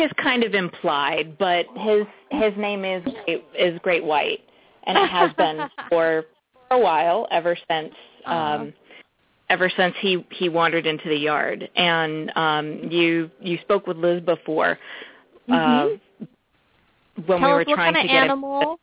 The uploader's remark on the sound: open up the lines for listeners to call